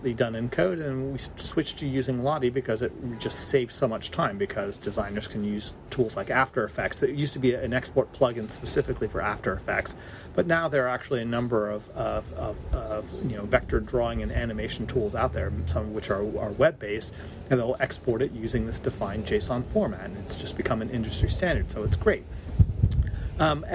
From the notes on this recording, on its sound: Coming to you live from the streets of London.